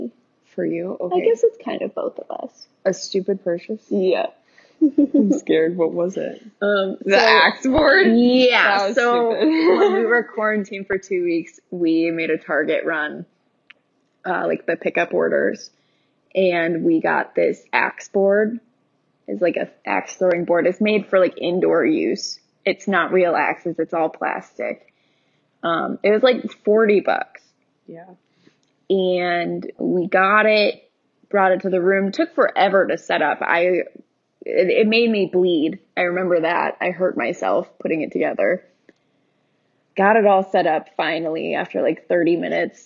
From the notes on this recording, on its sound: Sorry that the audio isn't great, we're working on getting better mics.